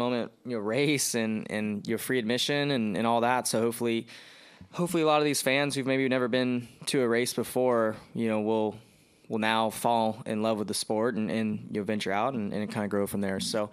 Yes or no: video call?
no